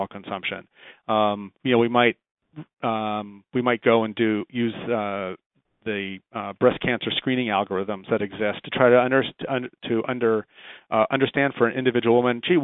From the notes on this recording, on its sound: July 2010 Author in the Room® Teleconference